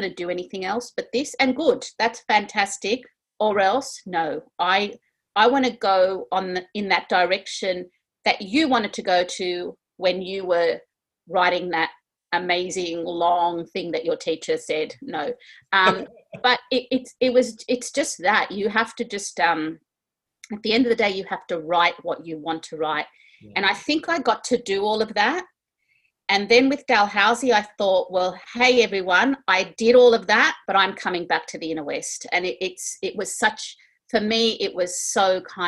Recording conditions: video call